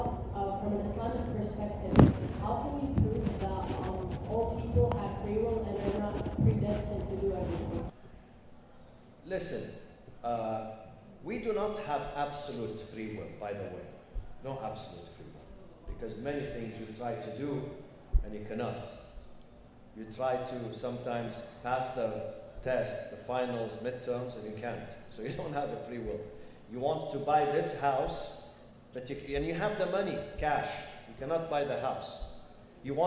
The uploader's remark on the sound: Live at the Muslim Group of USA and Canada's 39th Annual Conference in Chicago, IL. This special podcast is one of four live episodes recorded during the Conference.